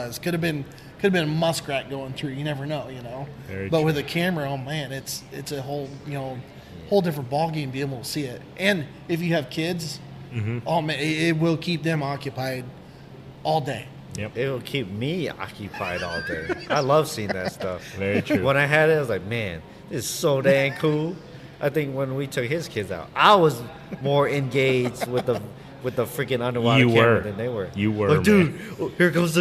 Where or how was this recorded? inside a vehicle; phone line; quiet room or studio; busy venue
busy venue